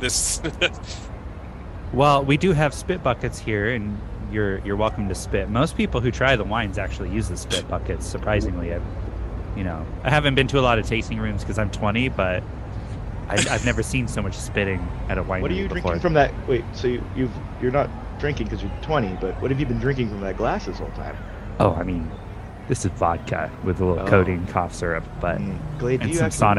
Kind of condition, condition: setting, busy venue